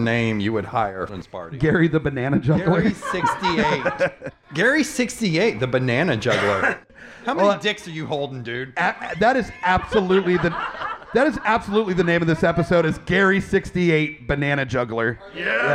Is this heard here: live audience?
yes